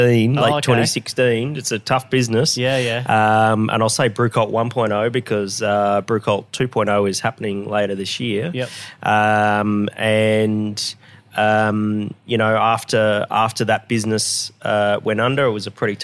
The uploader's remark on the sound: this podcast is recorded out of Revel Brewing Co in Bulimba